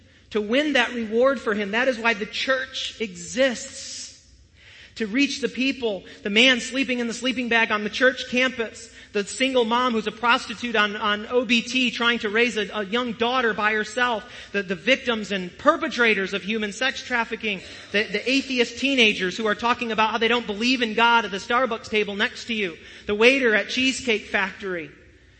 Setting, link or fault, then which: setting, large echoing room